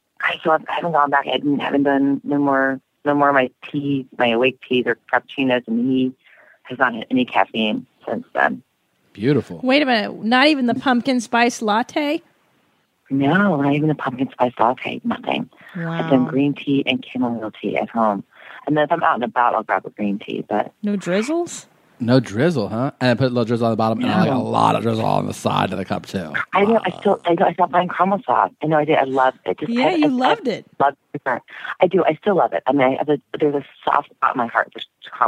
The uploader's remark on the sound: Gets on the phone and tells us a story.